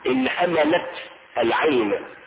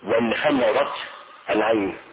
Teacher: تعاقب بين الراء واللام في الكلام، فتقول على الخيل خير، كما تقول انهملت العين وانهمرت العين، وتقول ختلت وخترت أي خلعت، فتعاقب بين الراء واللام، فتقول على الخيل خيرا.